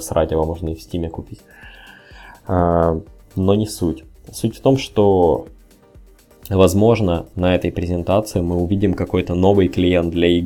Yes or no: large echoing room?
no